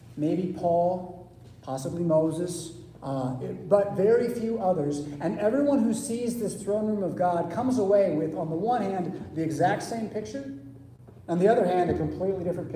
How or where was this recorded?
large echoing room